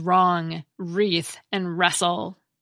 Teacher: Knife, for example, used to be pronounced kanif. Another long-lost cluster is WR, which has given way to the silent W in words such as wrong, wreath, and wrestle.